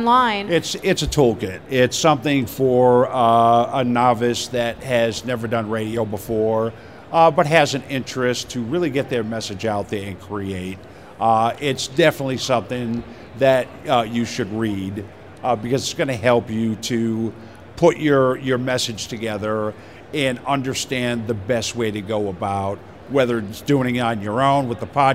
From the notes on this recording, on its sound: broadcasting live from the event floor at the NAB conference in Las Vegas Nevada!